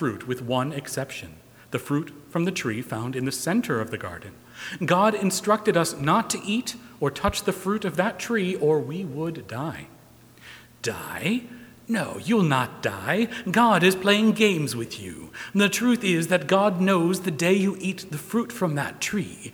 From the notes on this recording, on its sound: Recorded live March 1, 2020 at Trinity Presbyterian Church in Bixby, Okla.